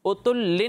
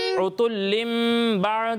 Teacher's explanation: یعنی یہاں اسے ہم اتلن نہیں پڑھیں گے، ٹھیک ہے نا. اتلن نون ساکن کی آواز نہیں آئے گی، ٹھیک ہے، بلکہ میم سے بدل دیں گے · Shown in: second take · پڑھیں گے اتلم.